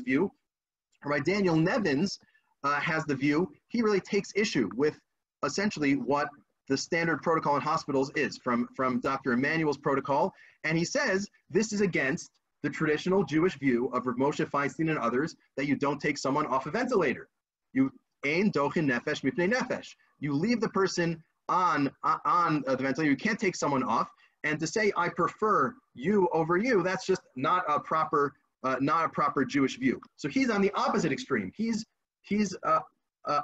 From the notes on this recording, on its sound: This audio was originally captured from Zoom